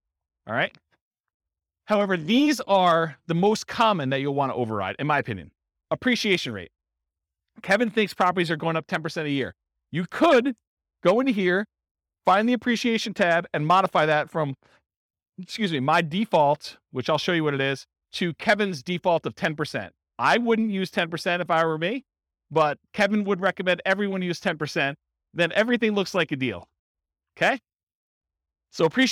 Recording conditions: live audience